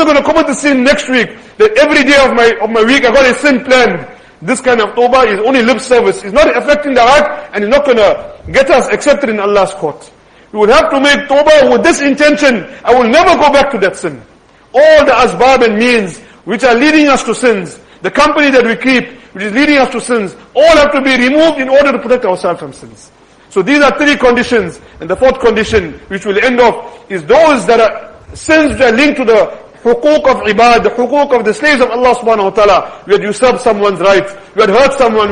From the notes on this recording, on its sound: Jumuah lecture